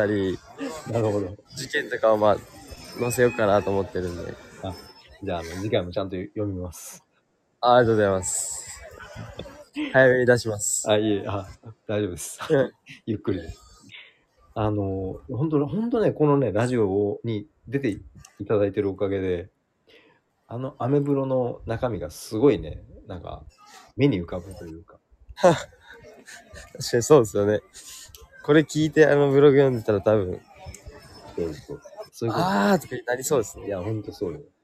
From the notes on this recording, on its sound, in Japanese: メルボルンの年末モードを街中からつたえる。臨場感たっぷりに収録しました。